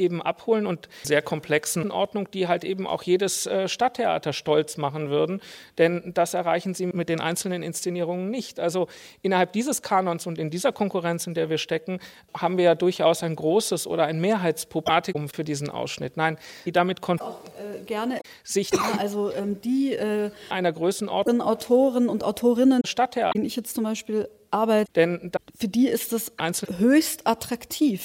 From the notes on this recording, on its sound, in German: Mitschnitt der Diskussionsrunde bei den ARD Hörspieltagen 2012